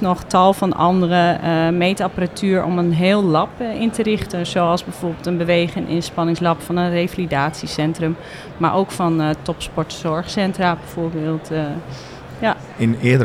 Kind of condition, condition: setting, busy venue